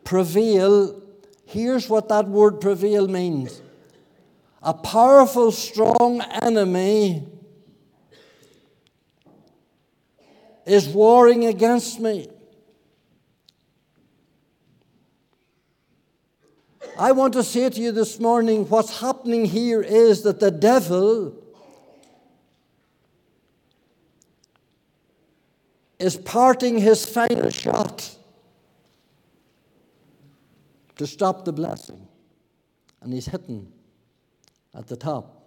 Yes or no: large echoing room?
yes